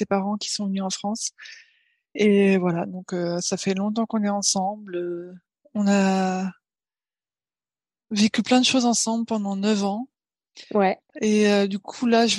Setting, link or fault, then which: link, video call